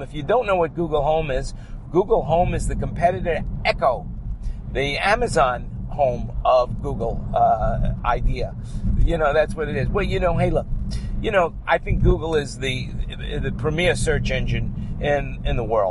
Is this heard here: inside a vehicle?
yes